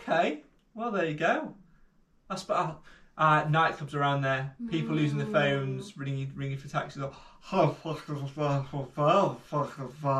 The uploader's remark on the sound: PLEASE NOTE: Due to a recording glitch. The audio is taken from our GoPro so will sound a little echo-y!